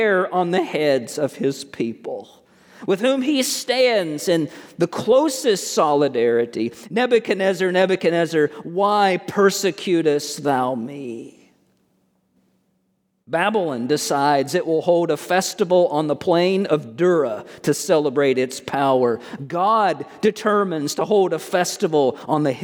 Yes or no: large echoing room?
yes